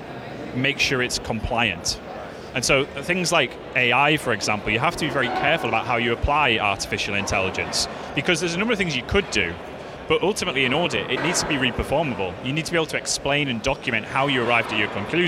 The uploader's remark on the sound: We hear more live interviews from the recent International Accounting Forum and Awards 2022 which took place in London recently. AIBN were the official knowledge and broadcast partners of the event.